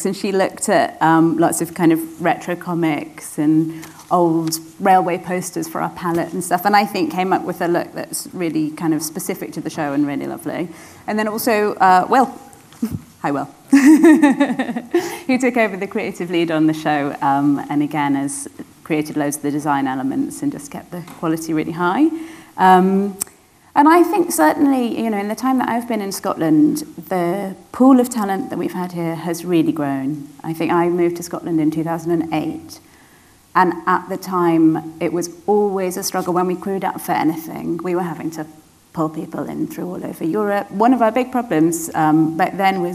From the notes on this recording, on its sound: Live from MOVE Summit 2024